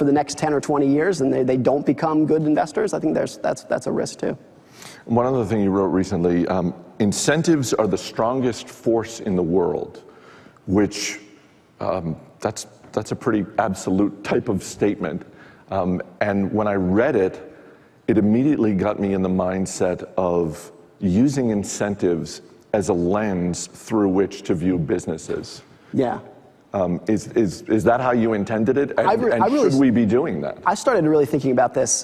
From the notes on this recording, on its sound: In front of a live audience.